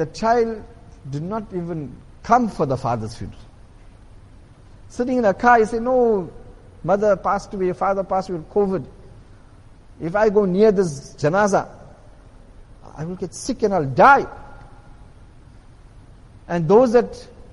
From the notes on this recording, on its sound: Jumuah lecture at Masjid Quwwatul Islam